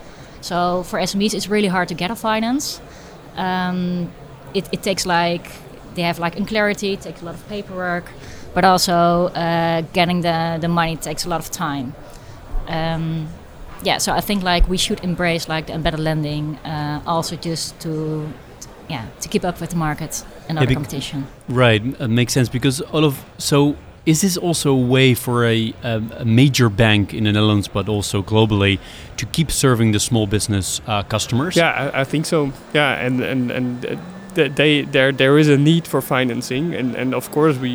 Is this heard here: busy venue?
yes